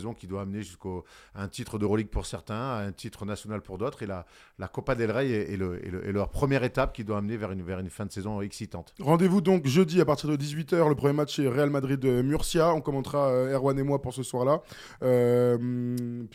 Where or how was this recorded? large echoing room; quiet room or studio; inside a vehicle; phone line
quiet room or studio